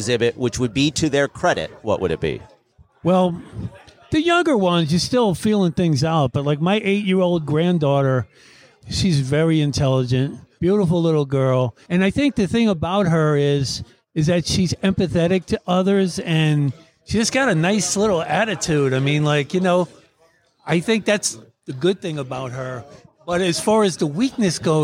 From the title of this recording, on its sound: Recorded Live at the Punchline Comedy Club